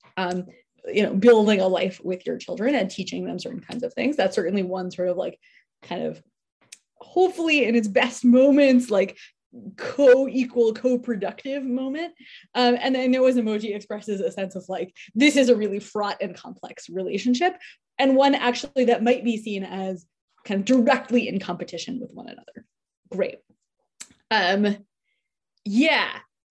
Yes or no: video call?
yes